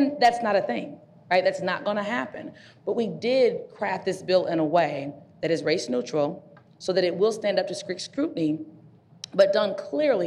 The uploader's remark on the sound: The Broad Cast's first-ever live taping hosted at EvolveHer. This month’s special live taping.